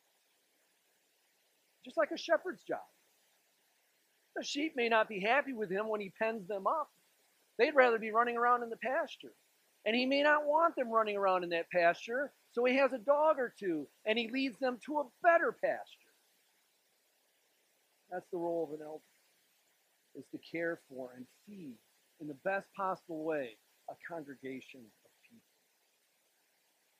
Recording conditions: large echoing room